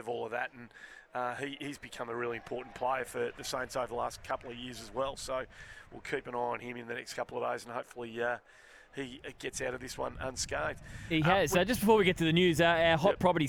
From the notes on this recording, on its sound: live from St Kilda v Essendon practice match